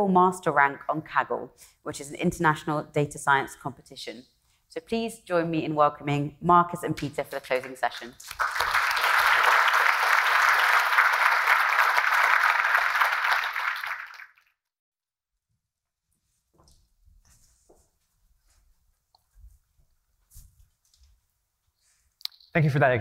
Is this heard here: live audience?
yes